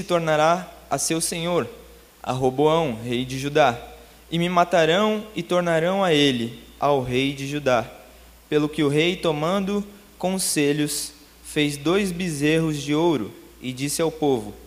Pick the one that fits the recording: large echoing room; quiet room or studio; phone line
large echoing room